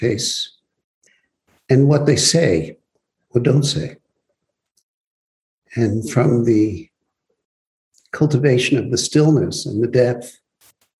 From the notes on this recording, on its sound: Zoom Broadcast